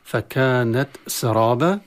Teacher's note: والراء المفتوحة مع الألف حكمها التفخيم في كلمة سرابة، والباء منونة بتنوين مفتوح نقف عليها بالألف كما الرسم، والحال مرسومة بالألف، والمد مد عوض ويمد بمقدار المد الطبيعي عند الوقف فقط.